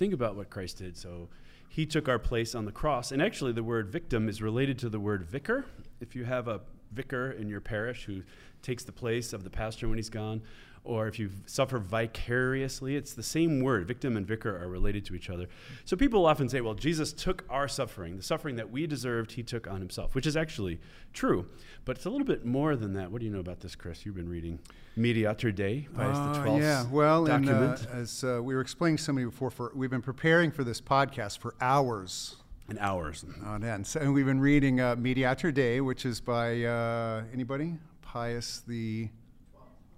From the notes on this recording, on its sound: On his home turf at Benedictine College. This episode was filmed in front of a live studio audience by the fellows and production staff of Ex Corde.